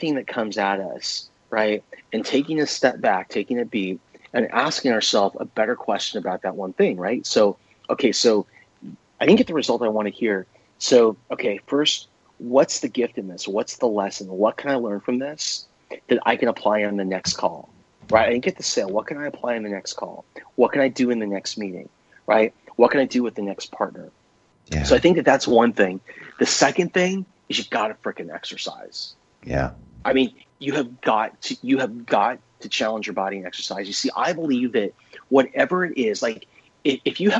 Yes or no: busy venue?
no